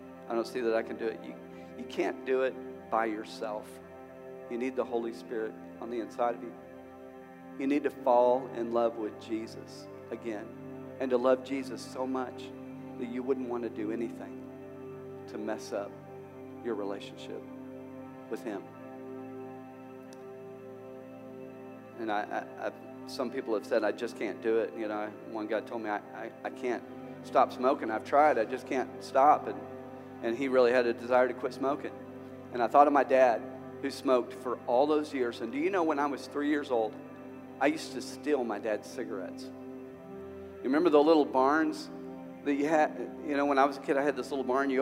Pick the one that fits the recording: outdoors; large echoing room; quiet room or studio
large echoing room